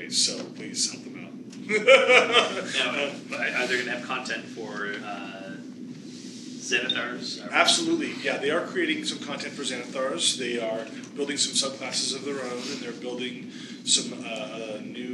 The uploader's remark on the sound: A panel discussion. Recorded at Gamehole Con 2017.